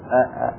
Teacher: يقول لأنها أدخل الحروف في الحلق، أول حرف آخر يعني من جهة الحلق أول حرف هو الهمزة، وهو الذي يحتاج إلى دفع أكثر